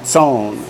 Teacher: Then we have Zon. Be sure and get the TS sound in there, not a Z. Zon. Which means a flock of sheep or goats.